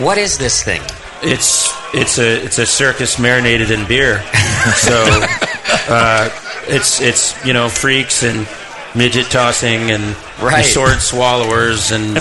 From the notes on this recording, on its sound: Live from the 2012 National Homebrewers Conference in Seattle, WA. In front of the live audience.